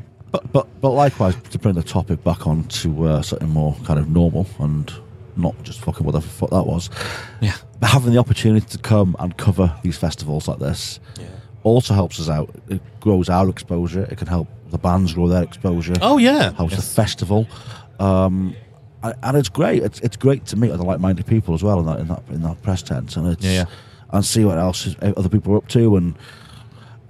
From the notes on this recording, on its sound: We sit down at Bloodstock